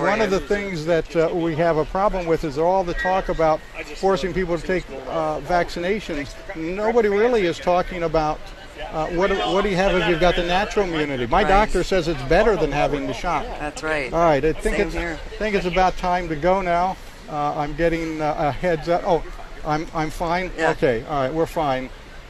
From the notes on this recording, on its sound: Live from the Iowa State Fair 2021.